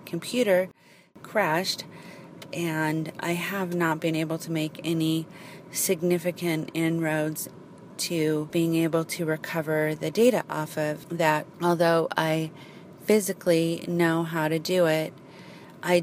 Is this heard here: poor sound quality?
no